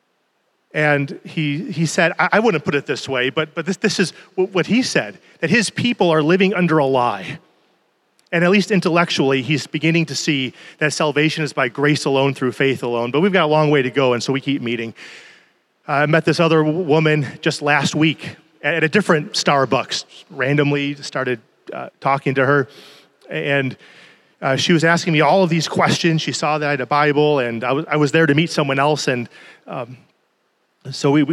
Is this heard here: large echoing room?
yes